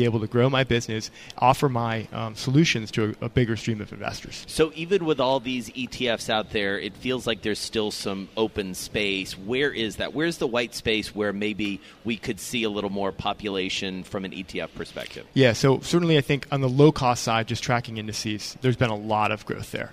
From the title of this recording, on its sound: Day Two From BNY Mellon's Pershing INSITE Conference in Phoenix